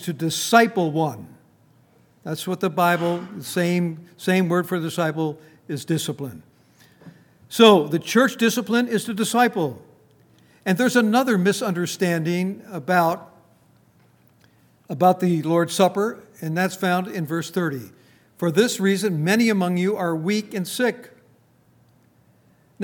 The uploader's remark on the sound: Recorded on June 2, 2019, at Grace Bible Fellowship in Front Royal, VA.